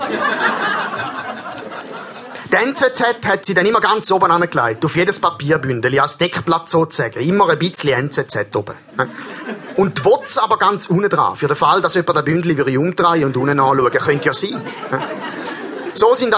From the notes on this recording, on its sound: Slam Poetry live. Format: Original Recording.